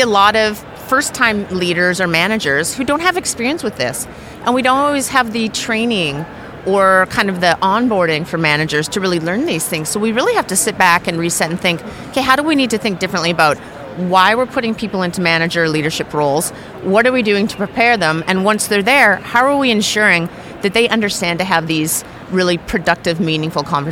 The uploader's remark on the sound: Live from SIOP